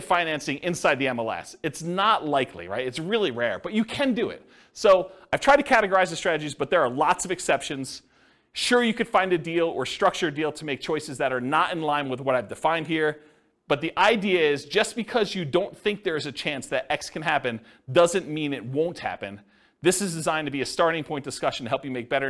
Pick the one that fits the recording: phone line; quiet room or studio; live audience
live audience